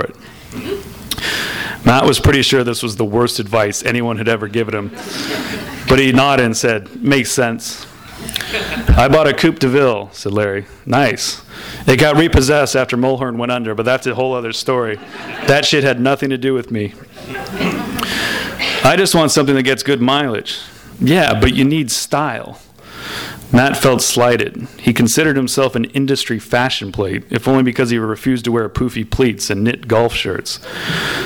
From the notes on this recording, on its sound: Skylight Books is hosting the launch party. THIS EVENT WAS RECORDED LIVE AT SKYLIGHT BOOKS.